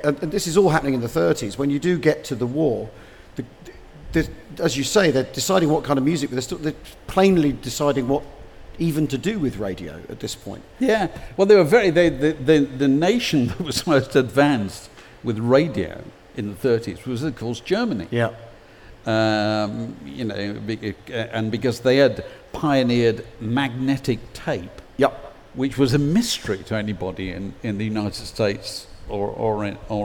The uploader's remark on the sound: Recorded at We Have Ways Fest 2023